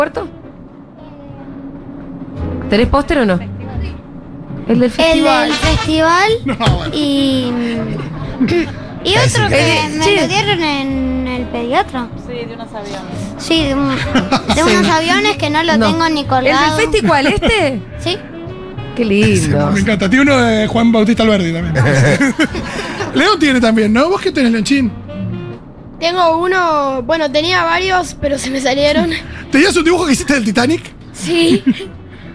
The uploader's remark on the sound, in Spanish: … en vivo en Yunta Bar.